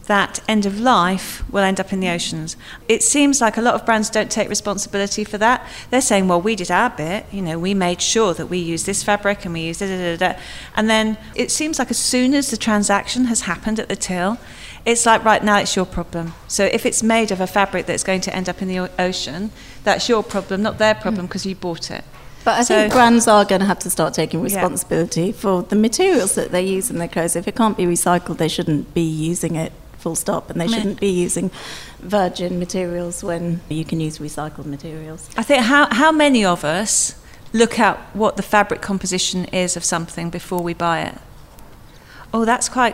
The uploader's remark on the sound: Recorded in the Knightsbridge store of Harvey Nichols